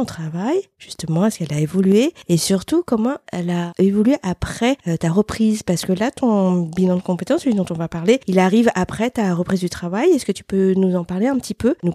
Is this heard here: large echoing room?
no